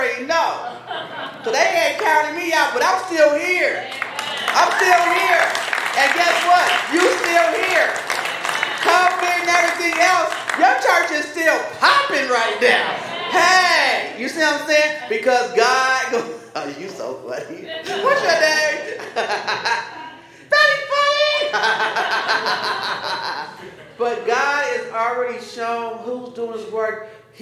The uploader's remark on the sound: This sermon was delivered at Paradox on Saturday, April 15, 2023.